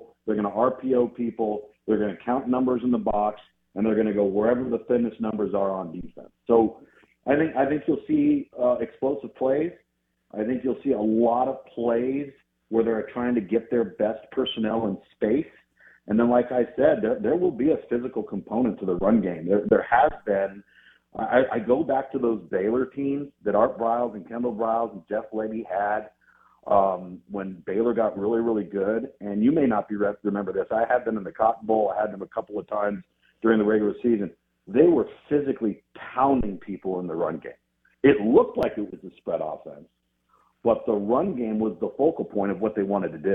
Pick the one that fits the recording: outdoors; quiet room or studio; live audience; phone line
phone line